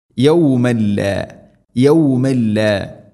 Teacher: തൻവീന് ശേഷം ലാം ഇദ്ഗാം ബിലാ ഗുന്ന മണിക്കാതെ കൂട്ടിലയിപ്പിക്കണം